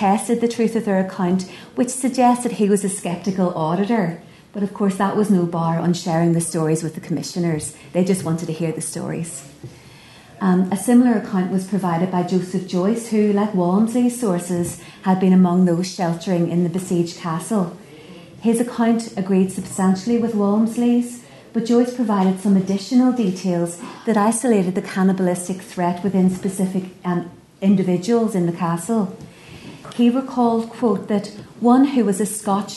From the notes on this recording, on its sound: at the 2022 Tudor and Stuart Ireland Conference.